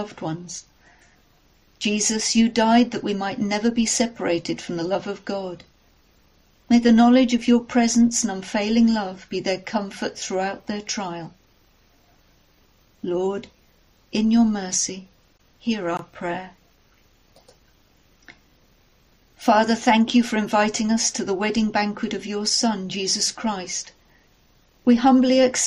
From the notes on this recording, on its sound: Our 10.30am morning service, which was live-streamed from church.